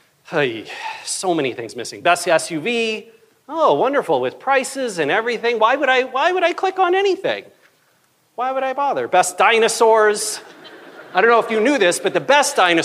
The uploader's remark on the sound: keynote talk from September's BrightonSEO conference